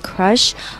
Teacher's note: crush 这个单词啊，我们讲啊的音标，但是我们可以把它发成呃的音